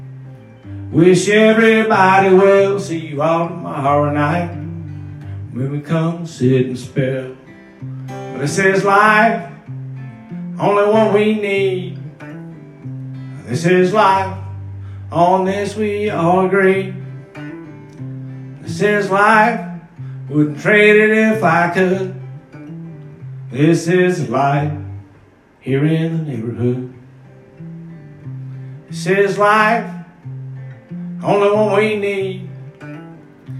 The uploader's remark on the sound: All is based around audio recording of times and life that I have found on my phone.